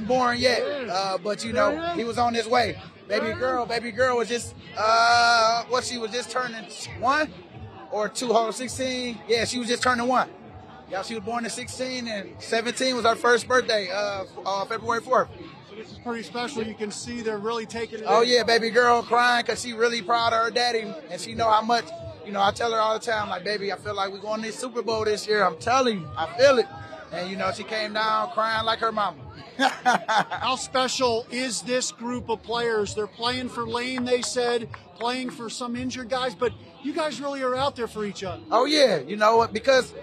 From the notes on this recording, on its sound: live on the field after the Eagles win over the 49ers in the NFC Championship